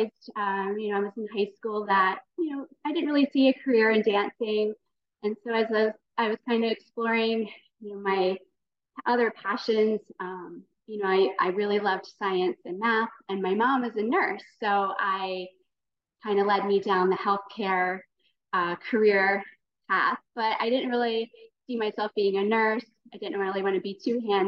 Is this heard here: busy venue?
no